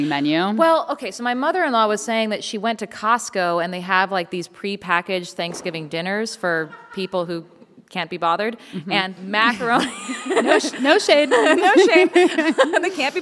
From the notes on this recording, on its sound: on stage in Seattle for a live podcast recording